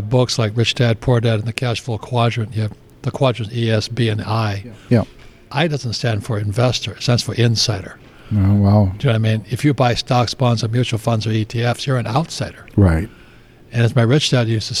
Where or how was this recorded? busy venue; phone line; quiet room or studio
busy venue